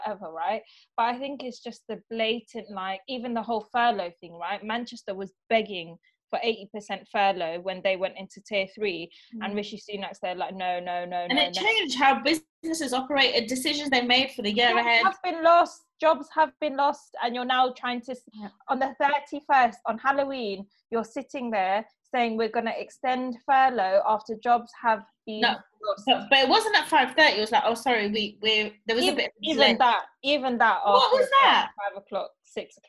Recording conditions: video call